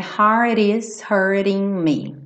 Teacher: a pegadinha dessa frase são os dois T's reduzidos para rarara